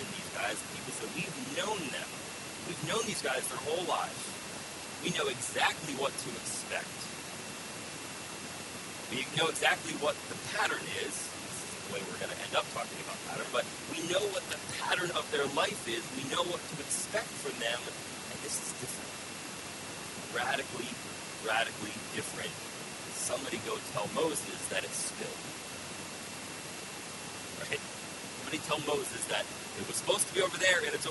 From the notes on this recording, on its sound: We apologize for the poor sound quality, we had lots of technical issues Sunday.